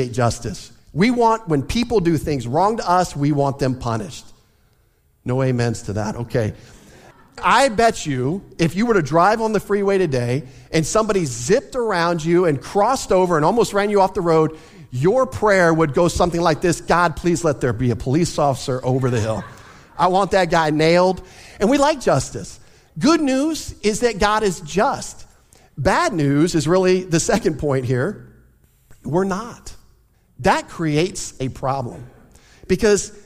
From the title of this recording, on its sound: Easter Sunday Service